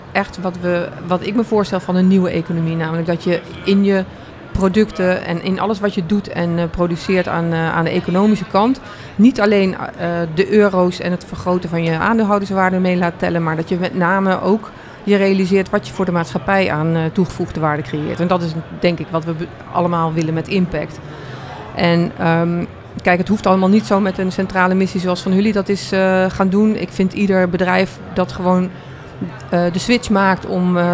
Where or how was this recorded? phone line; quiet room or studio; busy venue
busy venue